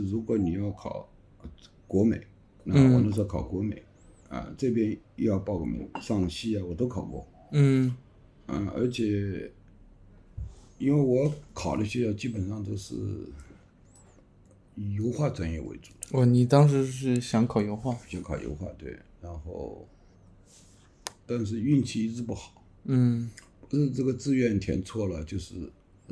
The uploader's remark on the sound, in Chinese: 本期录制时环境比较嘈杂